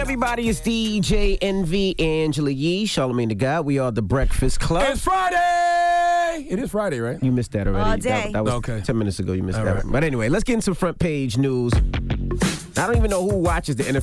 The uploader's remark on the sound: we opened up the phone lines